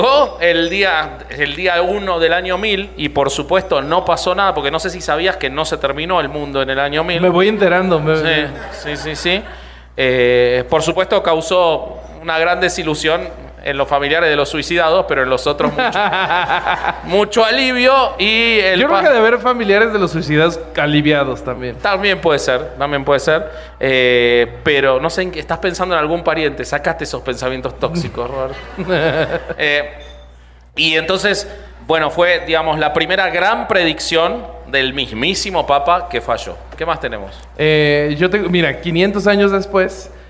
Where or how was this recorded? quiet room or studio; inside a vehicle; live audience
live audience